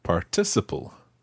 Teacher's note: Now, those of you who have heard this word before, particularly in the States, will probably know it as participle. In the UK, we pronounce it stressing the second syllable